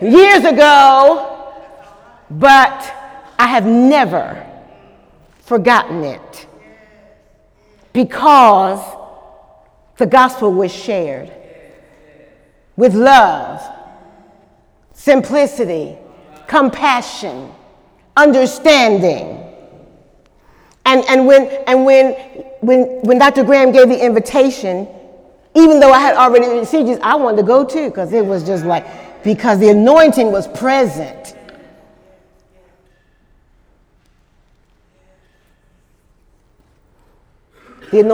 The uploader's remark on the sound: During Sunday morning service.